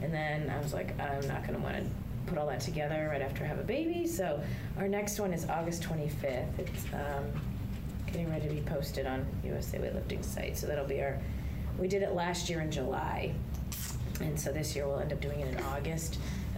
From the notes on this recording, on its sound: Welcomed us into Big Blue Strength this week for the Everyday Athlete podcast. We had some serious audio trouble, had to scrap the recorded audio and use the camera audio only.